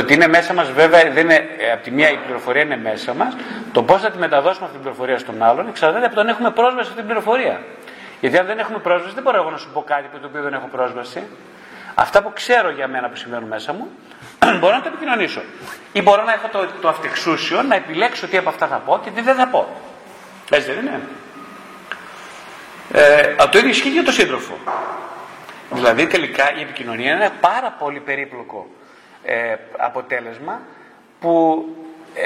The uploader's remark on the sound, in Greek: Ερωτήσεις και απαντήσεις μετά από ομιλία